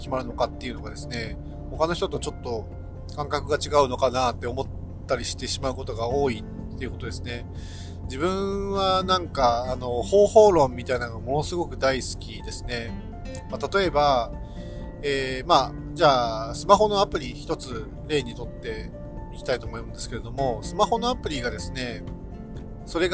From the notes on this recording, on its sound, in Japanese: 高速道路を走行中に収録しているので、少し雑音があります。